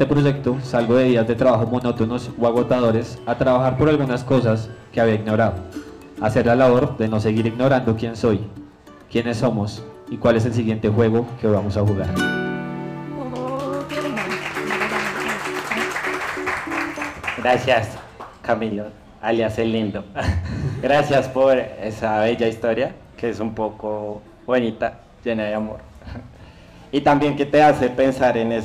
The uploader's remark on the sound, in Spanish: Nuestro último episodio fue grabado con público en nuestro #ZOOMEnVIVO